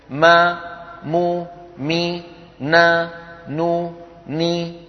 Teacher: وتكون الغنة يا إخوة أنقص ما تكون، يعني أقصر ما تكون في النون والميم المتحركتين